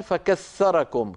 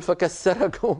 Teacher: في بلاد الشام وما ماثلها يبدلون الثاء سينا · Shown in: second take